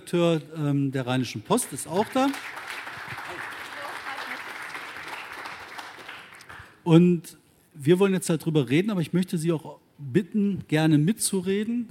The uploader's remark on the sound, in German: im RP-Zelt beim Campfire-Festival in Düsseldorf